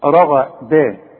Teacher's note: الراء عندك مفخمة، الغين مفخمة، الدال رؤيئة، شوف رغداء خلاص.